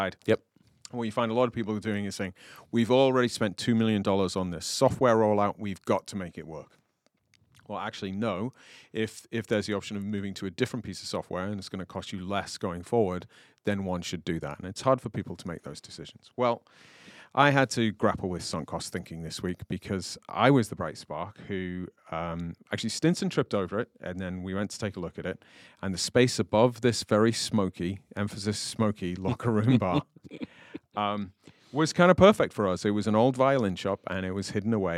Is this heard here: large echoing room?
no